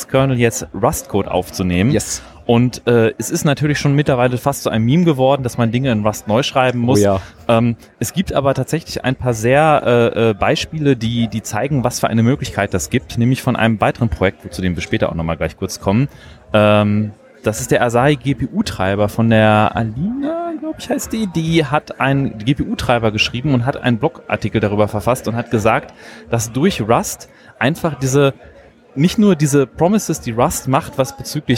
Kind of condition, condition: setting, busy venue